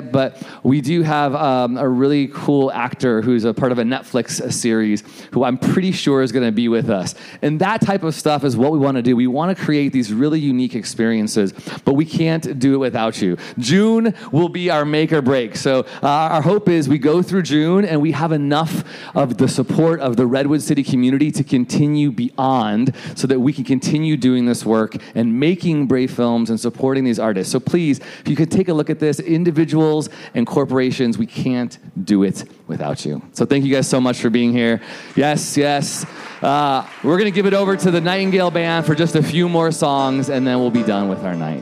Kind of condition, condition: setting, live audience